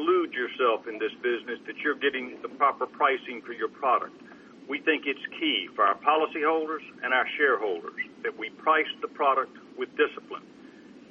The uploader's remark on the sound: ProAssurance Earnings Conference Call, Third Quarter 2012